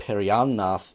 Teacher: you get the double N, and so you kind of pronounce it twice in a way